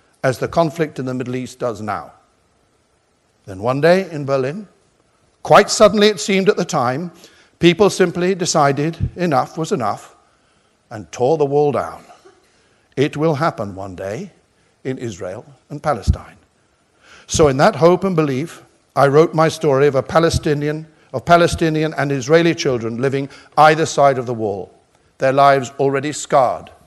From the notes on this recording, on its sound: Hay Library Lecture